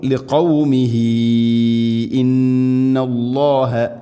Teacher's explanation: ഹാഉ ളമീറിന് ശേഷം ഹംസ അടുത്ത പദത്തിൽ മദ് മുൻഫസ്സിൽ പോലെ നാലോ അഞ്ചോ ഹർക്കത്തിൻ്റെ ഖദറിൽ നീട്ടാവുന്ന മദ്ദാണത് · Term: സിലത്തുൽ കുബറ